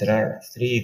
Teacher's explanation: the way you said there are, and the way you said three, you trilled. · Term: trilling R